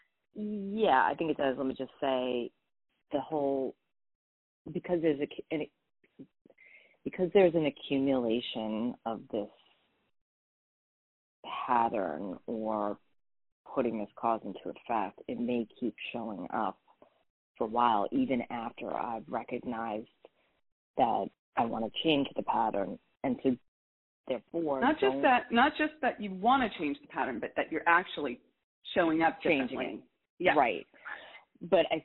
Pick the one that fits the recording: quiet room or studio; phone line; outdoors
phone line